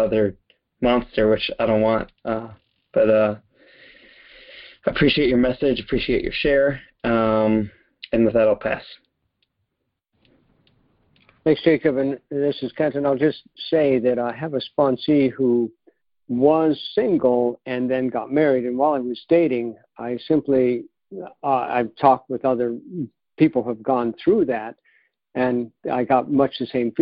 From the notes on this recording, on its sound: 2019 New Years Day Phone Conference